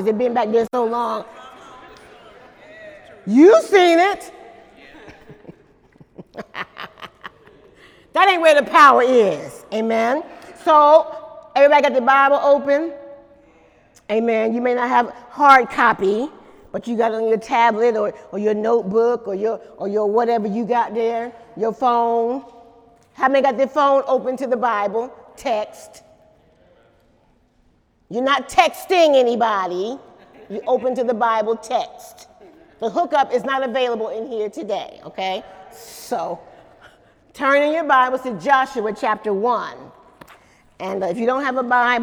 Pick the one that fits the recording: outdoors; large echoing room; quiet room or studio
large echoing room